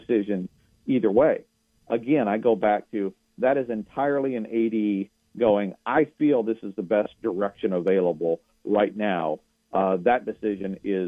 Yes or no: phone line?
yes